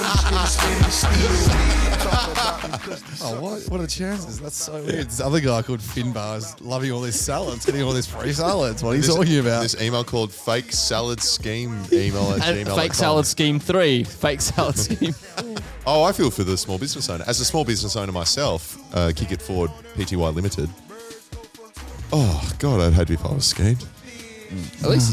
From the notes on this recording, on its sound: At Shotkickers.